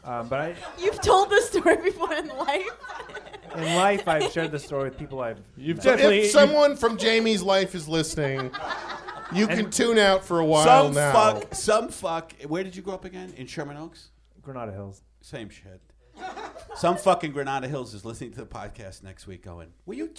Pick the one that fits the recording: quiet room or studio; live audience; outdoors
live audience